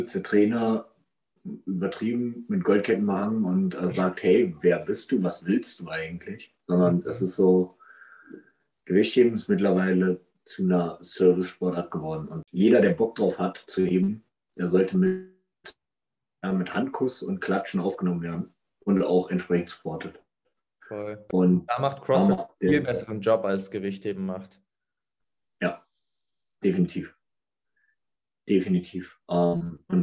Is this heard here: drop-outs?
yes